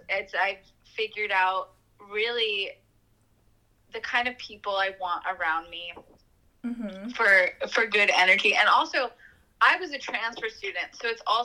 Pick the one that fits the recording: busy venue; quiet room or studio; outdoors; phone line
phone line